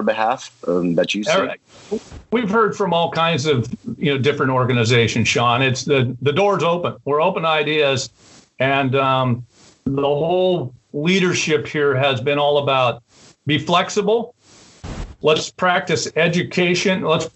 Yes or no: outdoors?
no